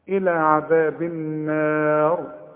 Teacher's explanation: الراء عند الوقف هنفخمها، هي مكسورة لكن تفخم عند الوقف